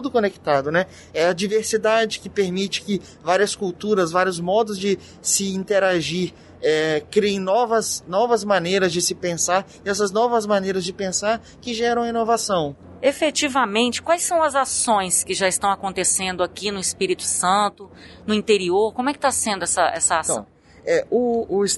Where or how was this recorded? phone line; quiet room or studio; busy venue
busy venue